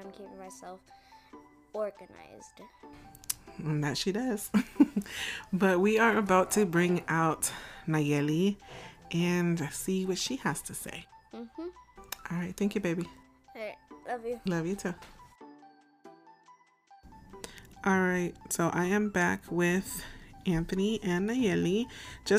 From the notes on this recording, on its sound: This episode contains audio levels that are all over the place. Kinda what happens when you record with your littles.